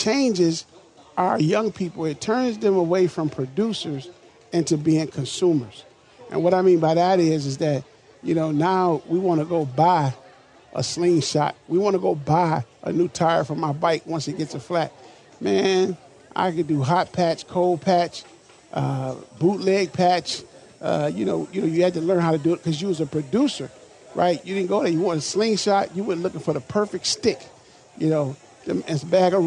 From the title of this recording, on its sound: LIVE from the MN State Fair